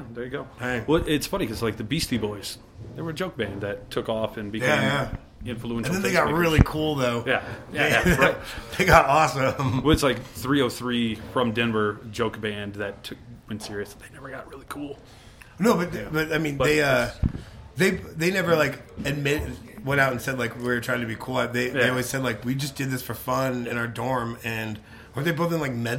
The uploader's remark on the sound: at the Marquis Theater in Denver